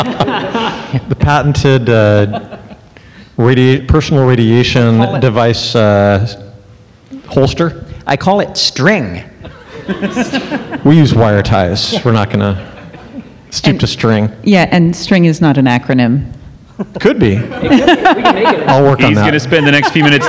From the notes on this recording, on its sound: NASA's 60th Anniversary - Live! Houston We Have a Podcast took to the stage.